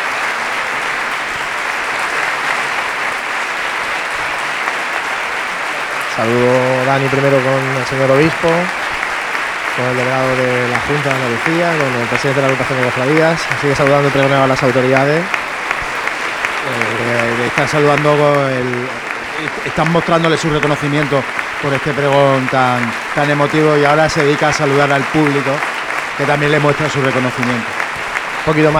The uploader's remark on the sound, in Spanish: Emitimos el pregón en directo de la Semana Santa de Jaén 2023. Desde el Nuevo Teatro Infanta Leonor.